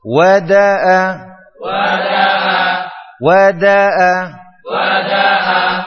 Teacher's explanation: Ketika mengucapkan da, suaranya ya dikontrol agar tidak masuk ke makhrajnya hamzah.